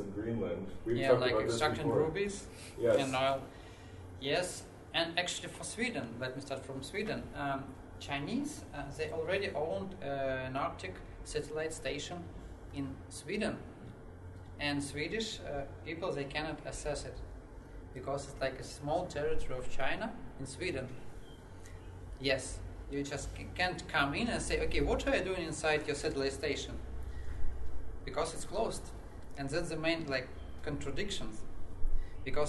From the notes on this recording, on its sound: This time with a lecture for economics students from Gothenburg University, which was part of a series of lectures on Chinese society that Nordic Centre organized for them.